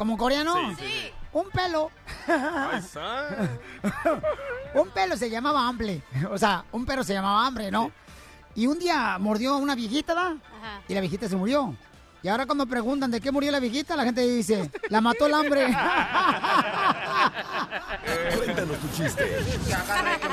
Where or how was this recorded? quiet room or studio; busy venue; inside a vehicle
busy venue